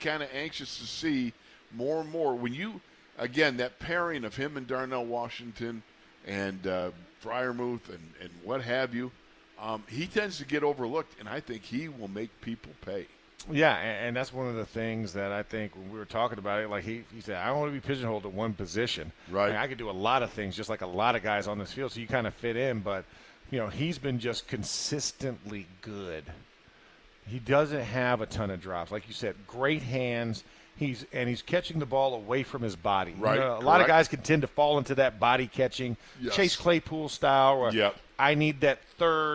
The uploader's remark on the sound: In the Locker Room Live from Steelers Camp